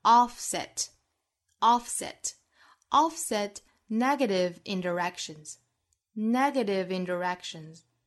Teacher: offset 这个词第一个元音在美音之中上下开口读更松更开